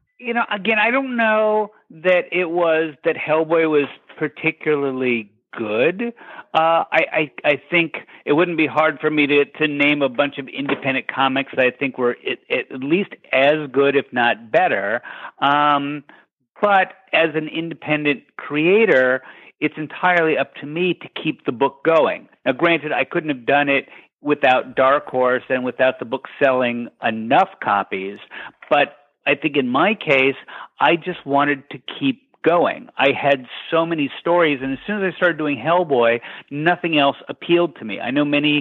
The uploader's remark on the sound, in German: in einem Telefoninterview